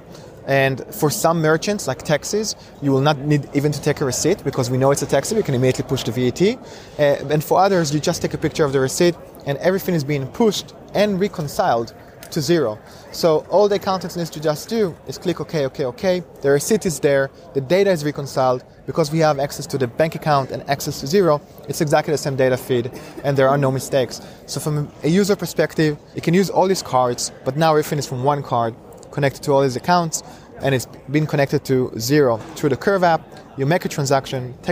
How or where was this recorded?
busy venue